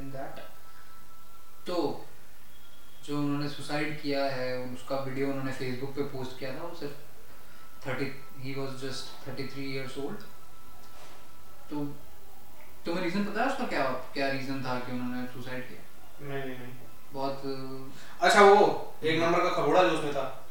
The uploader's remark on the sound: We are just getting started so the audio quality is not very good.